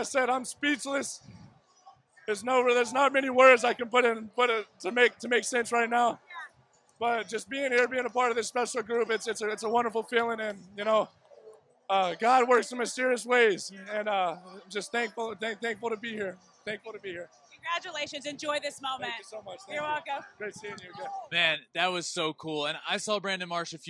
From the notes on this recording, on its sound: NLCS POST GAME SHOW LIVE. Live on the field moments after the Phillies defeated the Padres!